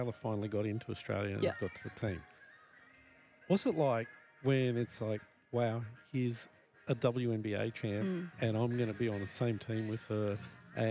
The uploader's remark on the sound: Pink Hoops LIVE from Qudos Bank Arena.